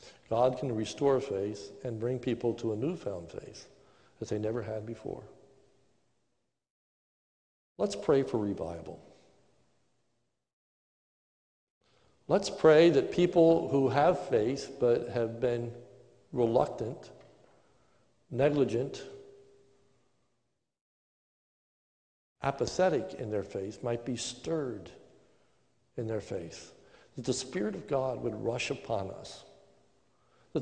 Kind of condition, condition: setting, large echoing room